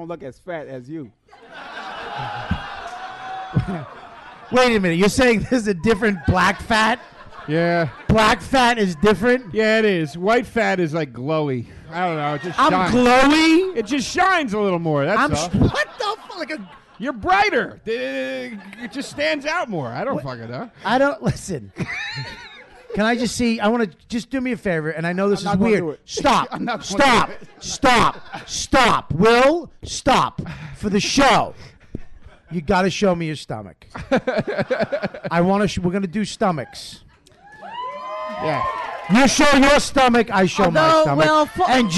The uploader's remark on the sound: Goes live in front of a studio audience from the Gotham Comedy Club in New York City.